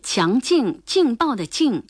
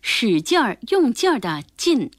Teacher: 一个是强劲劲爆的劲，韵母是后鼻韵母音。另一个的韵母是前鼻韵母音